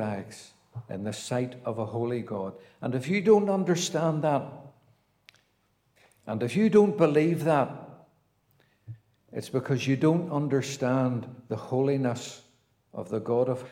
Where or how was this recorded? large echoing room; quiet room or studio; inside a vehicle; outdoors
large echoing room